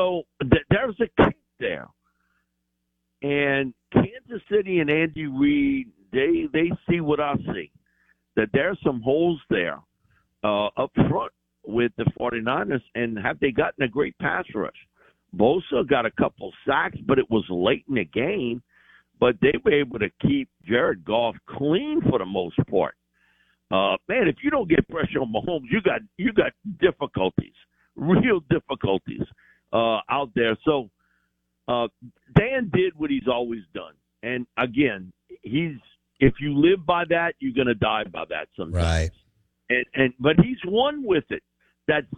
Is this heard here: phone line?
yes